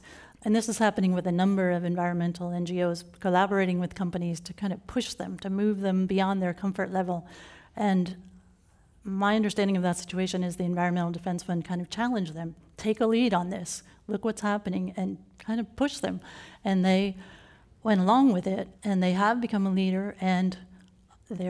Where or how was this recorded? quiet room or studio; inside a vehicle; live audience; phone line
live audience